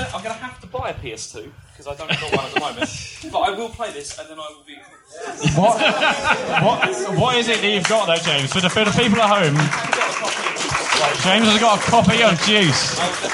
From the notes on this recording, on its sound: The boys return to the stage in this very special episode of The Computer Game Show, live from EGX 2018.